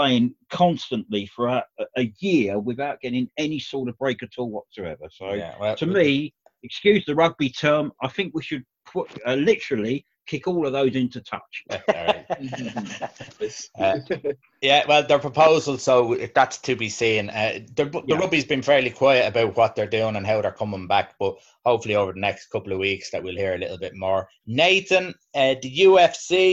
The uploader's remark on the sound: Zoom Chat